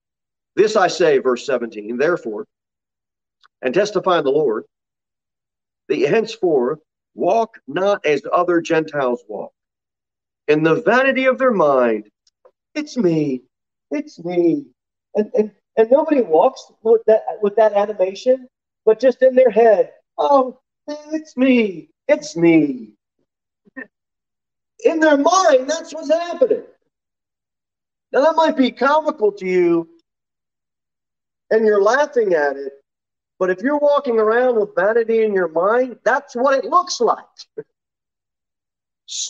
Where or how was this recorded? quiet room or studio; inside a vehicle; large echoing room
large echoing room